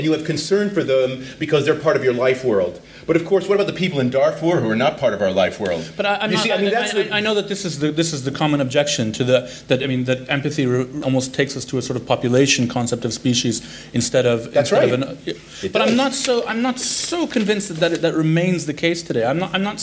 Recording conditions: busy venue